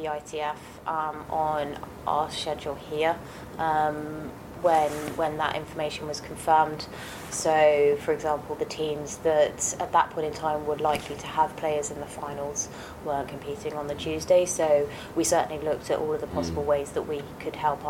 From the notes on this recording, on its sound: Apologies for the technical issues with this one, we were trialing a new audio setup live and on site in Glasgow so picked up a few odd noises